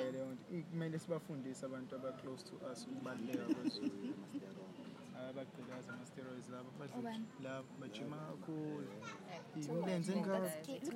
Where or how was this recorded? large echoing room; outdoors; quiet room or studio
outdoors